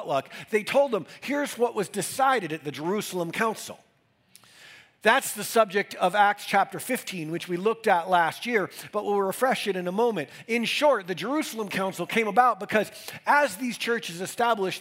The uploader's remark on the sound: These messages are recorded during our weekend services in Denver, Colorado.